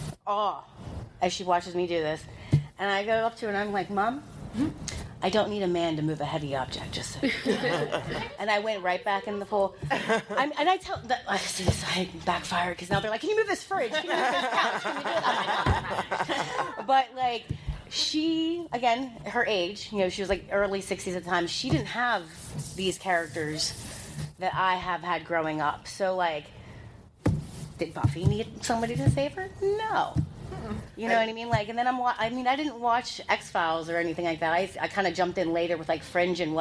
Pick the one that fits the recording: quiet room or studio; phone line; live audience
live audience